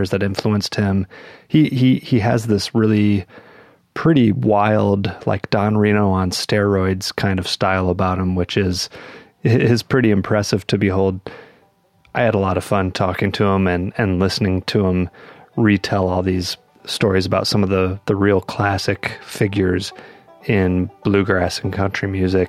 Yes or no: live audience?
no